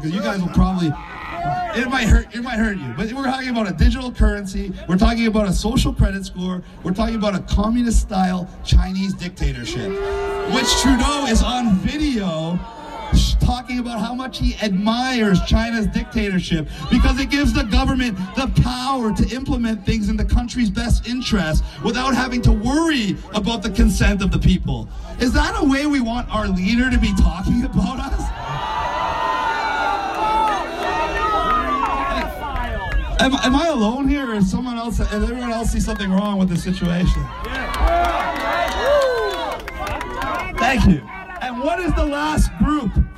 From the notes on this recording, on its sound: This podcast is a partial recording of one of his rally’s on Sunset Beach in Vancouver on April 20th 2021.